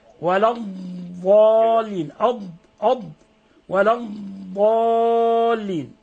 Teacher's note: الضاد هذه حرف استطالة تخرج من حافة اللسان مع ما يليه من الأضراس العليا، فينبغي أن تضغط عليها وأن تظهر الاستطالة فيها.